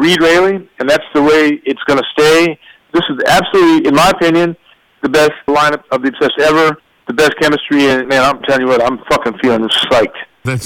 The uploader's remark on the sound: This phone interview